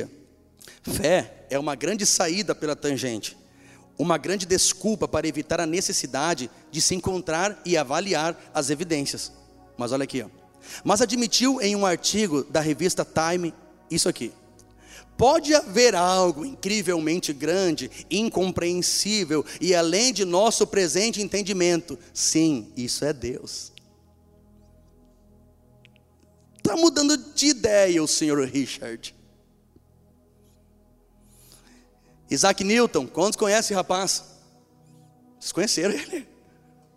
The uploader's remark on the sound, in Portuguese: Esta mensagem foi gravada ao vivo no dia 25 de Outubro de 2014 num sábado a noite.